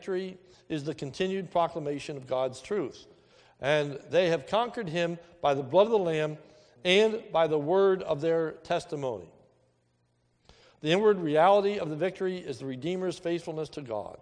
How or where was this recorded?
large echoing room